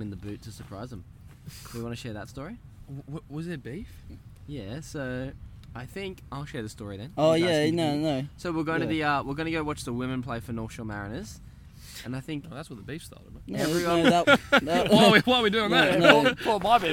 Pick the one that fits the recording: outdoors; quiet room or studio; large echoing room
outdoors